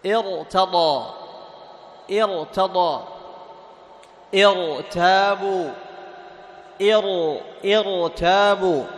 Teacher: ليس بأصلي بل كسر عارض، تمام، الكسر العارض لا يؤثر في الراء ساكنة. طيب فتبقى على أصلها وهو التفخيم